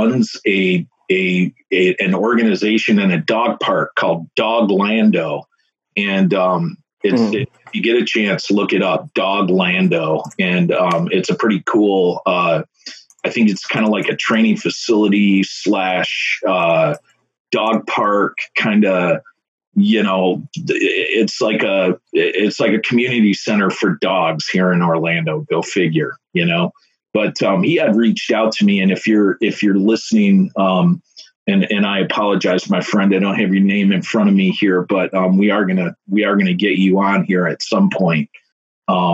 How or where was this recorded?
video call